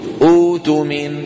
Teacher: بيبدلوا الهمزة الساكنة حرف مد من جنس حركة الهمزة الأولى